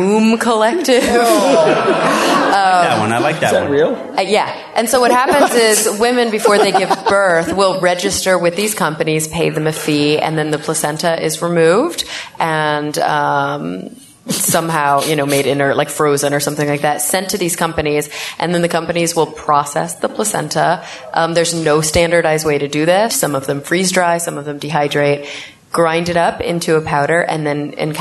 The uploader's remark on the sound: Live from NECSS 2017